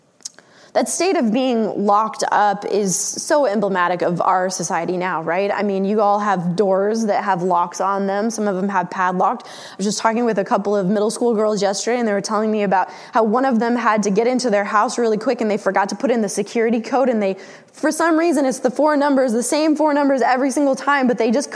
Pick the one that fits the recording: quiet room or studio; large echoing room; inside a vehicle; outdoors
large echoing room